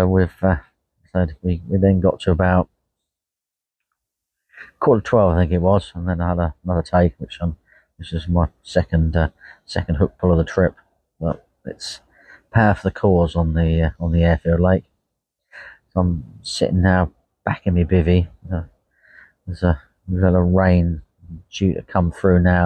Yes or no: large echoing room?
no